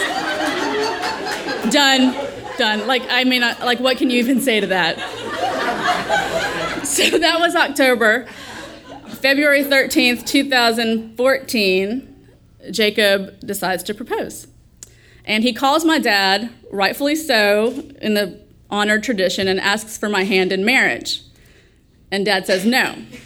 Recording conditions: live audience